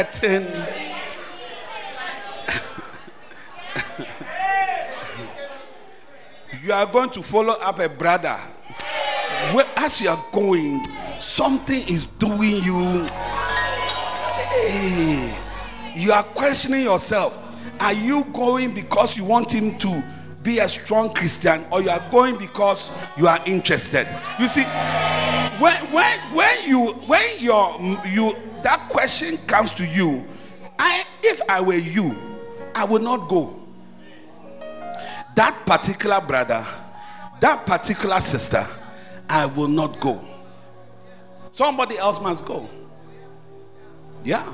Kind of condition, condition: setting, large echoing room